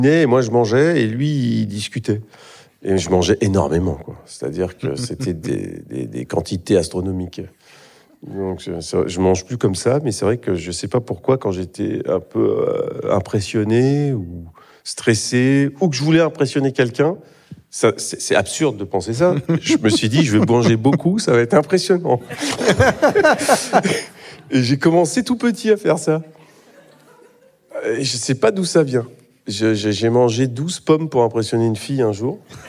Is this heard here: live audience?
yes